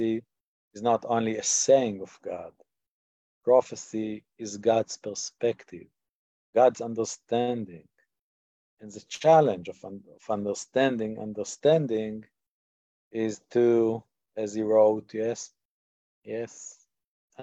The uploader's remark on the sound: In this online class. This audio was originally captured from Zoom.